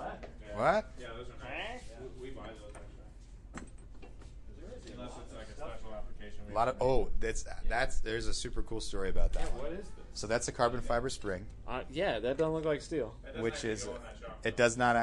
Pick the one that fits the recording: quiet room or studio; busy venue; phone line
busy venue